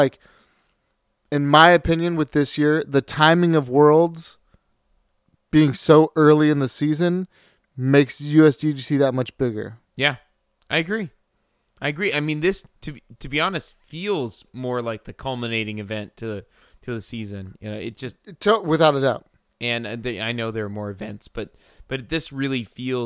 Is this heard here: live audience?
no